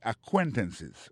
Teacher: Accent tombé sur deuxième syllabe là.